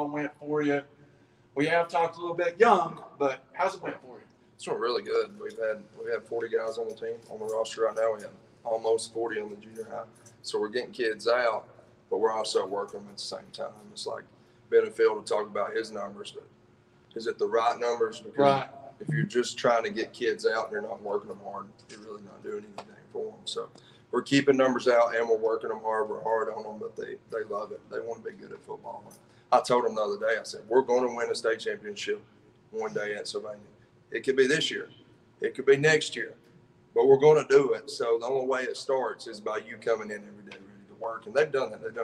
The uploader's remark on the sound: Live from Wingfest 2021 from Sylvania High School